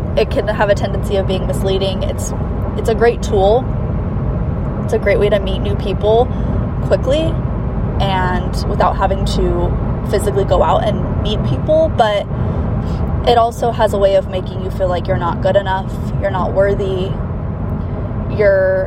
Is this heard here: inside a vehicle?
yes